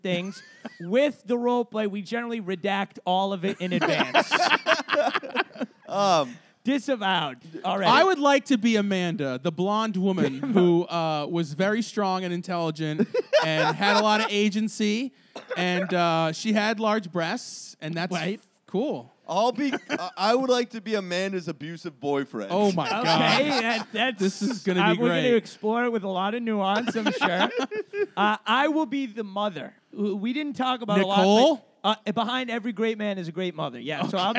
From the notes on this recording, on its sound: We did an episode live at the 730 Tavern. The audience was laughing too but its difficult to hear.